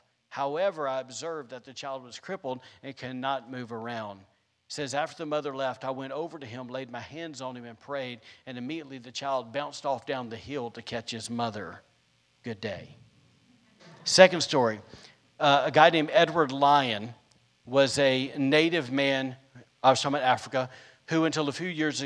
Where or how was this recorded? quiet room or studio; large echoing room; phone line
large echoing room